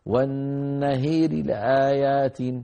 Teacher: عند الراء يخفض صوته قليلا ويسرع · Term: الروم